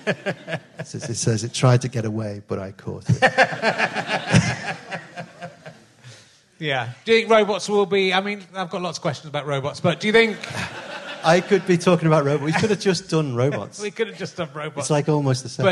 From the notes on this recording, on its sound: at the Liverpool Playhouse